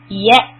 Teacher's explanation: The hamza with the sukoon. Ya'. You give a hiccup sound.